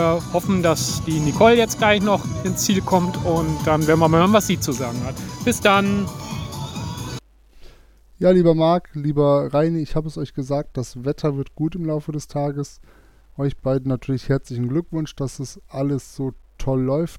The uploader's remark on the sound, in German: 4-Stages im Club la Santa - Etappe 2 - La Vagueto - XC C3. Die zweite Etappe des 4-Stage Mountainbike Race Lanzarote, im Club la Santa ist Geschichte. Berichten auch heute wieder live von der Etappe.